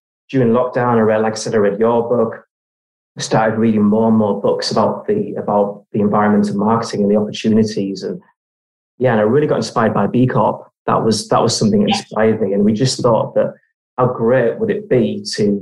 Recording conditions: video call